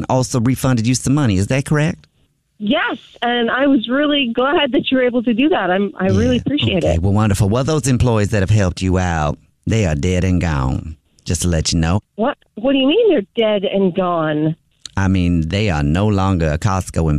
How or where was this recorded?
phone line